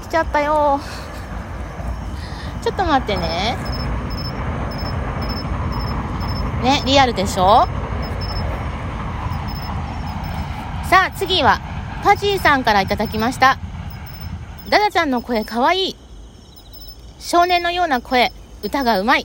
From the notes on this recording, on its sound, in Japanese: 野外収録。ザワザワ。お月様をみながら。